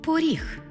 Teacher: Звук «о» наближається до звуку «у», що ми позначимо в транскрипції